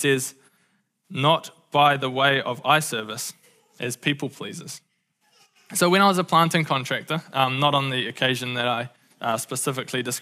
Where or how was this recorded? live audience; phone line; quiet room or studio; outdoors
live audience